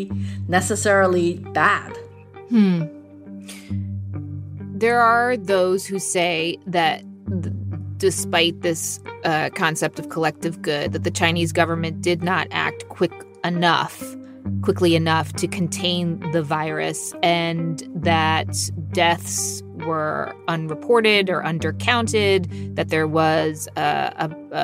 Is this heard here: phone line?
no